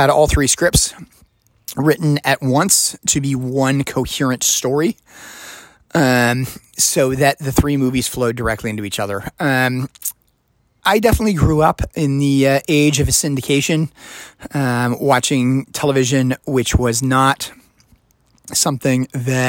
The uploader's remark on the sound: segment was recorded in a vehicle, so there is some background noise.